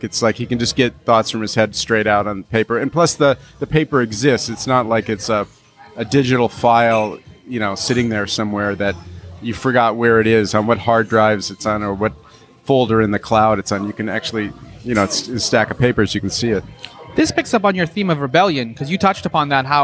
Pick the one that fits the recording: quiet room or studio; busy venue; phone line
busy venue